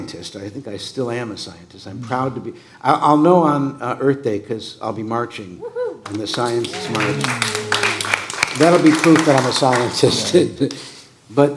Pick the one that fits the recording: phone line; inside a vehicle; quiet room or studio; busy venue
busy venue